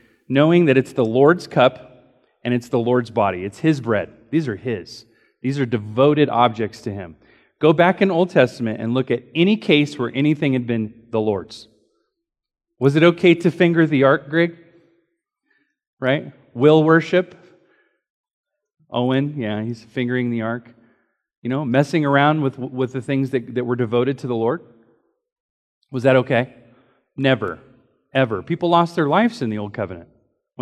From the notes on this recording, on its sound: Recorded during Sunday School